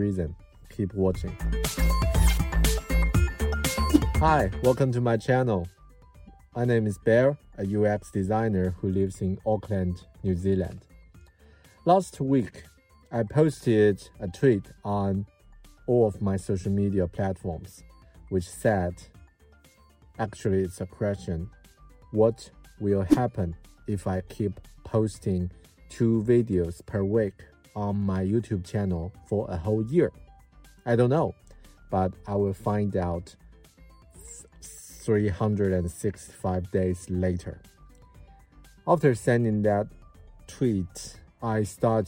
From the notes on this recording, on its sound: I recorded this video in my car on a rainy evening